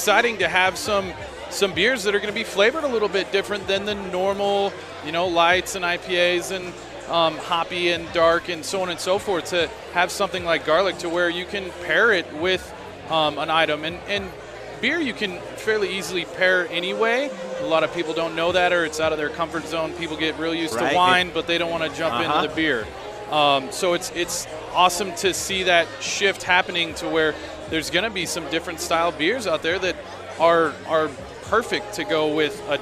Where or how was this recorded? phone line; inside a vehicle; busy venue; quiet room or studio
busy venue